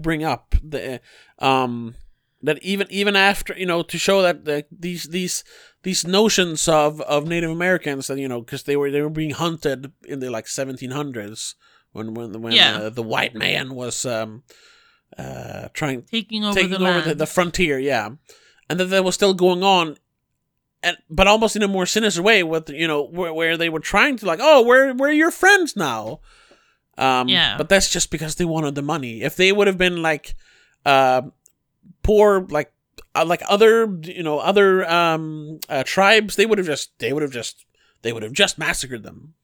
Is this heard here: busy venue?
no